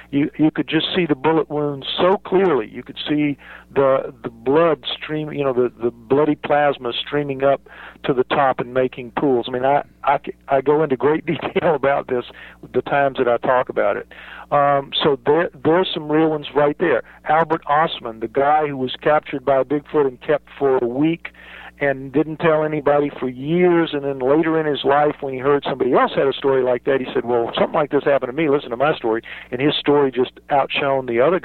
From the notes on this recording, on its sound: take a few phone calls